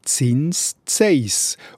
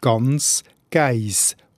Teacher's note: Ein N vor einem S wird im Dialekt regelmässig zu einem Vokal.